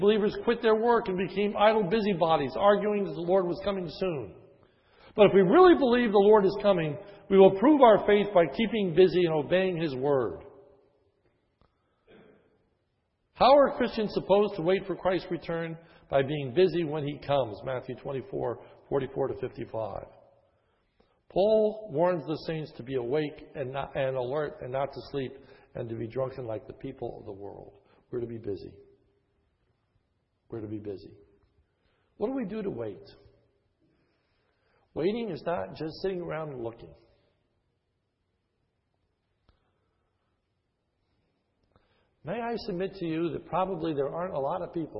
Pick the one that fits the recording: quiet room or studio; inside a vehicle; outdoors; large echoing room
large echoing room